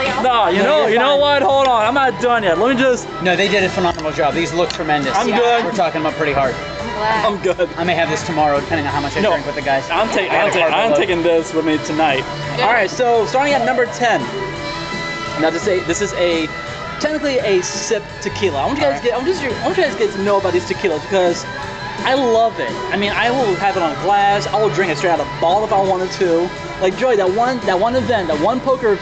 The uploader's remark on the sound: Live from GameTime Ocoee Florida.